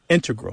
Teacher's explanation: Yeah, but both correct, just to clarify here, both correct, but the mathematicians and math-using scientists are more likely to say integral with the stress on the first syllable